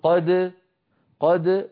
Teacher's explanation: قد تاء تاء مشددة ولا يبقى للدال أثر، هذا في الوصل، فإن وقفنا على قد لأمر ما اضطراري أو اختباري ننطق دالا نقول قد قد وتعود الأمور إلى ما كانت عليه قبل الإضغام.